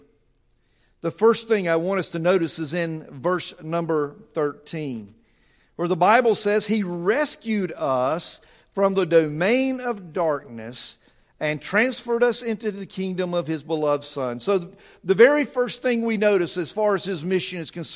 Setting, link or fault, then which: setting, large echoing room